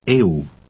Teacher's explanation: The word is made up of an English A sound followed by a short U.